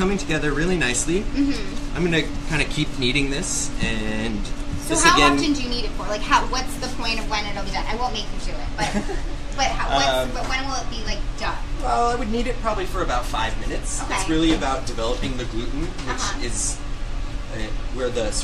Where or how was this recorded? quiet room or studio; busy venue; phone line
busy venue